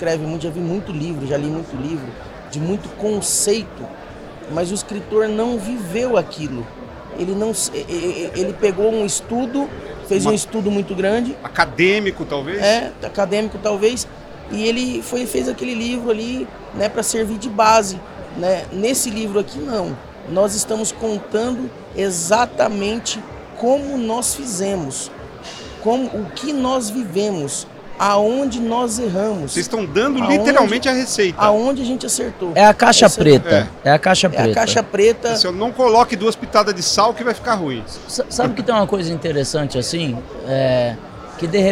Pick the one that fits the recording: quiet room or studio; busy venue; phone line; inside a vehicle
busy venue